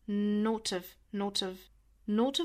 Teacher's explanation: 相当于 have 的这个 h 的音没有了前面 not 尾部的 t 和后面的这个 have 直接做连读，相当于辅加元连读了。Tuff, tuff, not of, not of, not of lived atall。那这最后三个词呢，是两处的辅加元连读。Lived at · Term: 连读击穿